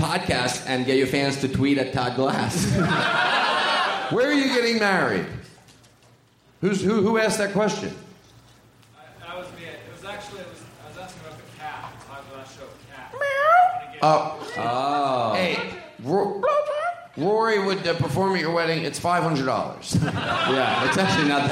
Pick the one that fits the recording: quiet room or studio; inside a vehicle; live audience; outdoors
live audience